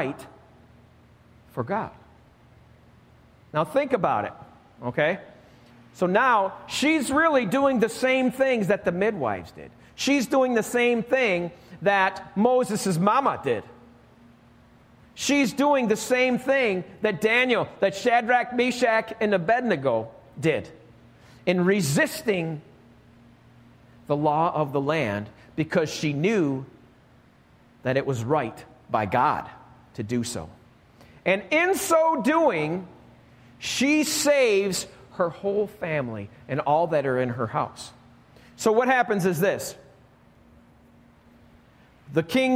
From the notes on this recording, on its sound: Recorded live at Alabama Full Gospel Fellowship - The Lighthouse. Join us live each week at Alabama Full Gospel Fellowship, 5329 Gravel Rd., Medina, New York 14103.